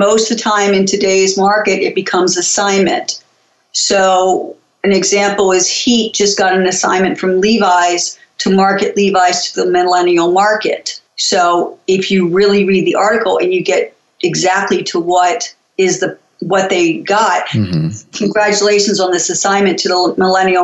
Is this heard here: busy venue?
no